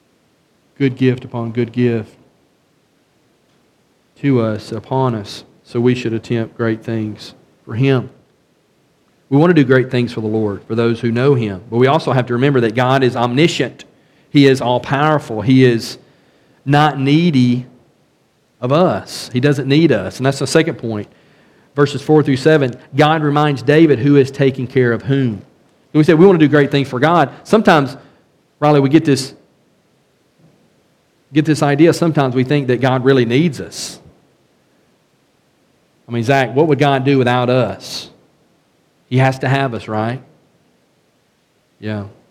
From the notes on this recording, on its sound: A study of 2nd Samuel from the pulpit of Beaver Baptist in Brighton, Tn.